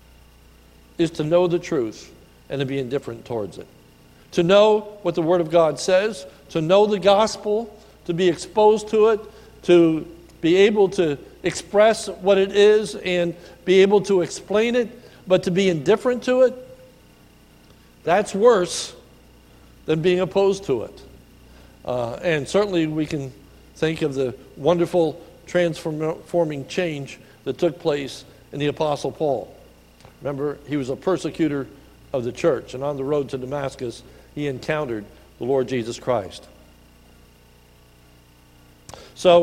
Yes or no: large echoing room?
yes